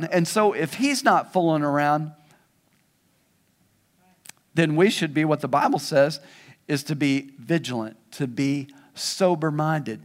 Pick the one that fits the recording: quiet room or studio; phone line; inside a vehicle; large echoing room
large echoing room